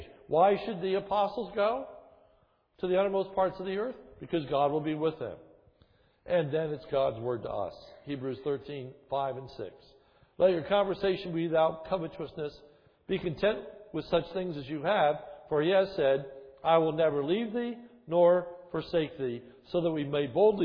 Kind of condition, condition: setting, large echoing room